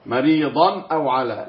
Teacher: هذا تنوين وبعد همز وهو من حروف الإظهار الحلقي، فهكذا يكون حكمه الإظهار مريضا أو على لا غنة فيه.